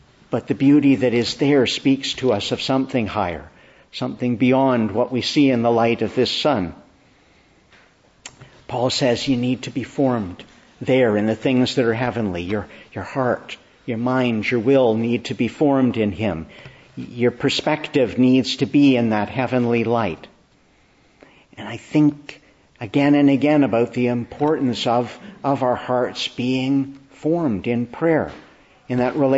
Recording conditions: large echoing room